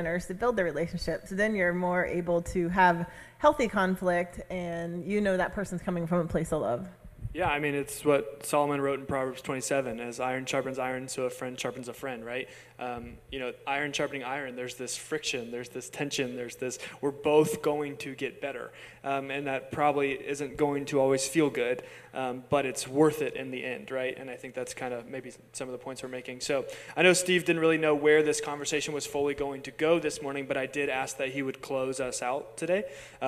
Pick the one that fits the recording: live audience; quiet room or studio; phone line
live audience